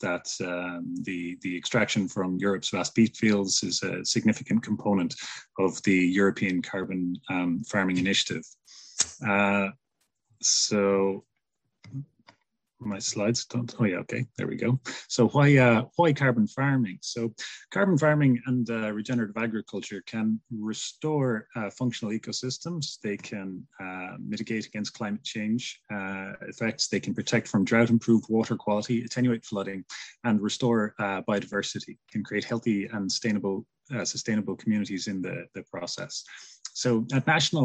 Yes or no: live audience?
no